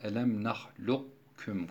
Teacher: kafın kalgalesi giderilip sadece kalınlık konularak tam idgam yapılmadan kaf ve kaf ayrı ayrı belirtilmiş oluyor · Term: nakıs idgam